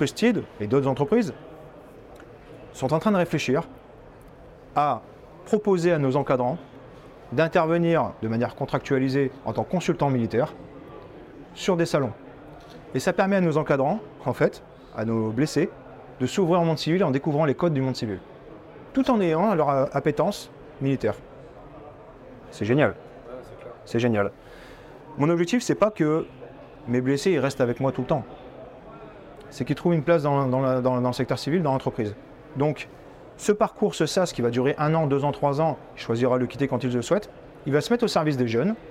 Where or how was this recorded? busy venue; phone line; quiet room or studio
busy venue